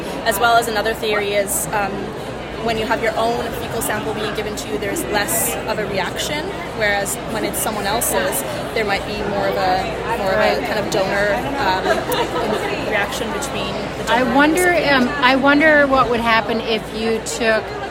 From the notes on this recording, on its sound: Recorded during the Day 2 poster session at Islet Study Group 2023.